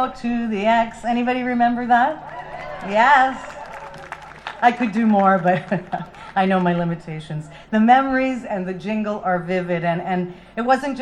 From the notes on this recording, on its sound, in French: Plusieurs officiels ont pris la parole devant un public fidèle et heureux de reprendre cette tradition vieille de 144 ans.